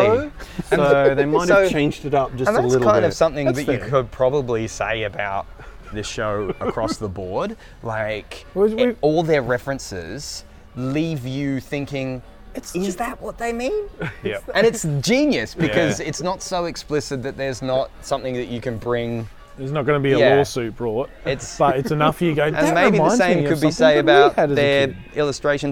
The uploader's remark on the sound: We record ON LOCATION at our local Hammerbarn.